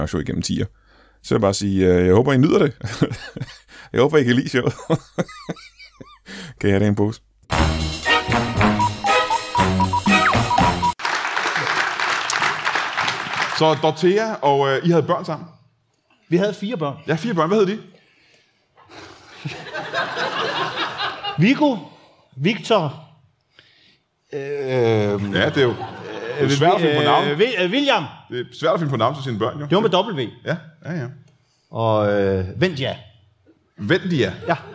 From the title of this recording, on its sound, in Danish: LIVE fra Skråen i Aalborg